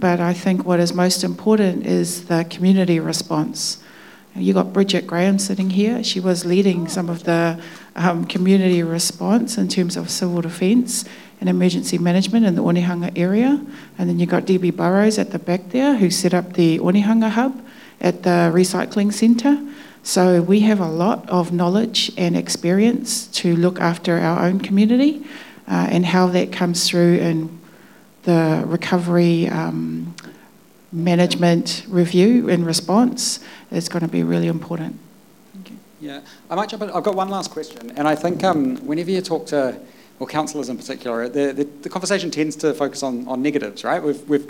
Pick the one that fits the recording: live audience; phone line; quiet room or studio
live audience